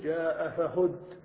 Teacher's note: وإذا أردت أن تقف بالنقل فإنك تنقل حركة آخر الكلمة وهي الضمة إلى الساكن قبله